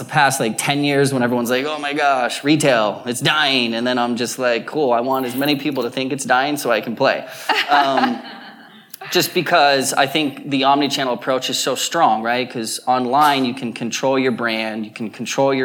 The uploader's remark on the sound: live podcast taping at the Glossy Beauty and Wellness Summit held in Palm Springs, California